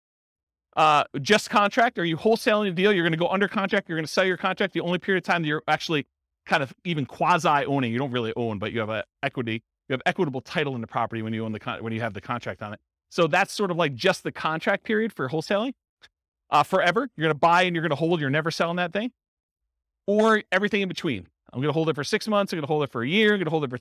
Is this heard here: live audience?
yes